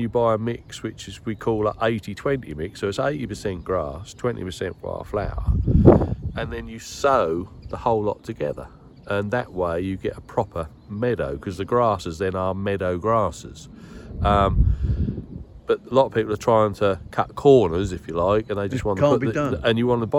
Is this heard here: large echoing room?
no